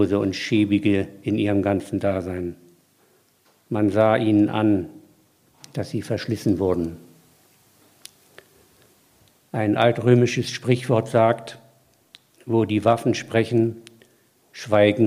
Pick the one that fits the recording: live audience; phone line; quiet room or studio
live audience